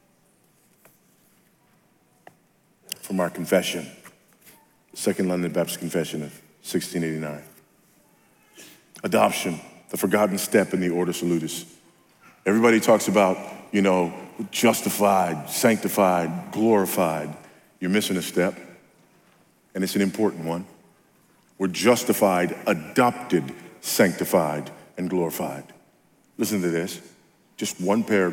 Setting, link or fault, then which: setting, live audience